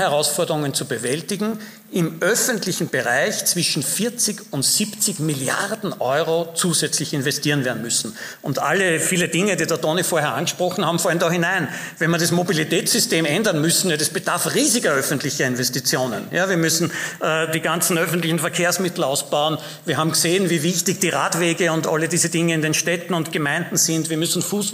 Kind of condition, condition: setting, live audience